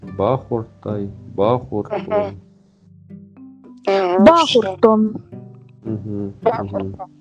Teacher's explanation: и гласные не редуцируются, они тут все сильные